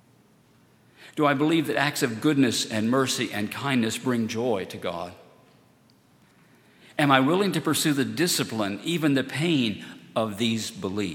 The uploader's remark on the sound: at Highland Baptist Church